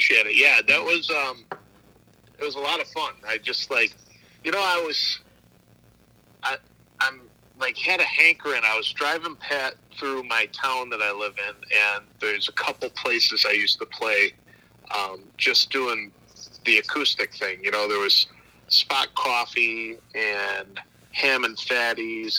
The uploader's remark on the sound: burns the phone lines up to Buffalo, NY